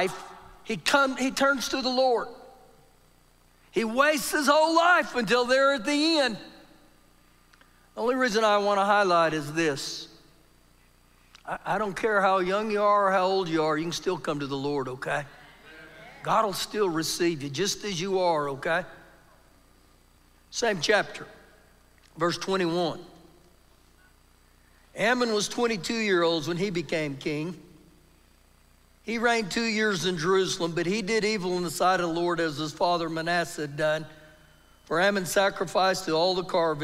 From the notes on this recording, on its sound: Recorded live during our Sunday morning service.